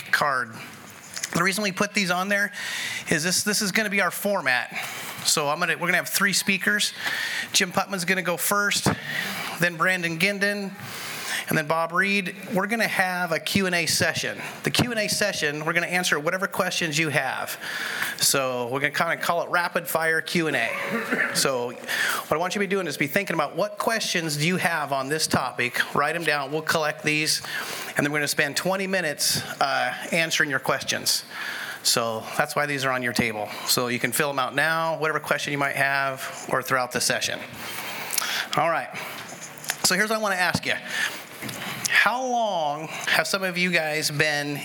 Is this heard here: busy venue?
yes